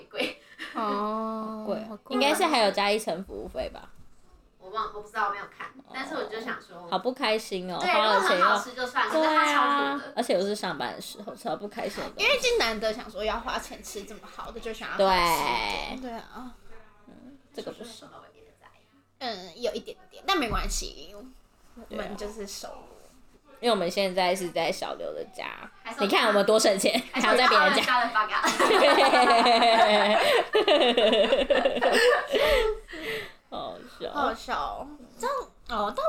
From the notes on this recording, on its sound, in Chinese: 第一次錄音，音質請見諒，少女們太吵也請見諒。